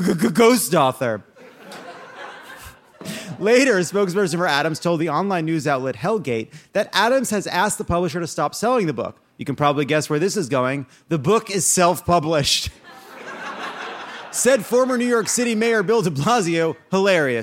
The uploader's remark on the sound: A brand-new episode, live from The Lodge Room in Los Angeles.